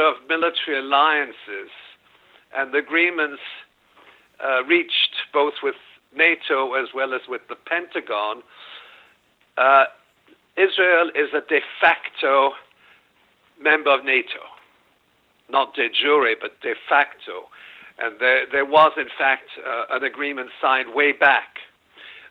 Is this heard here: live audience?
no